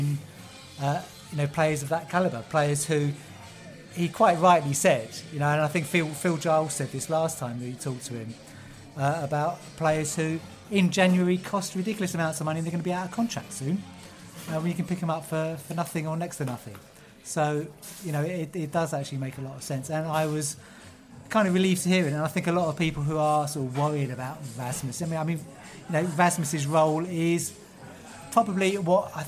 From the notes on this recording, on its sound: Fans views from the pub after the Charlton match.